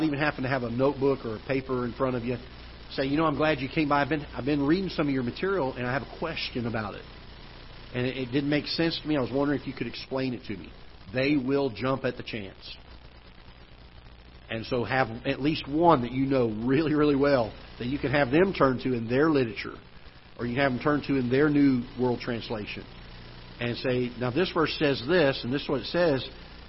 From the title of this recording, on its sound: Ketha Heights Baptist Church ~ Live Broadcast